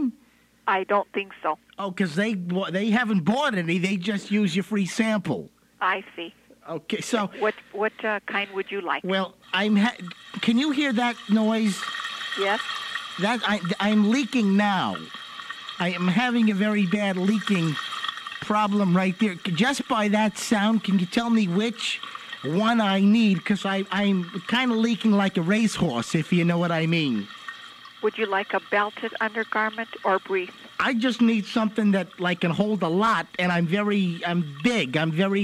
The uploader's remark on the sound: Prank Phone Calls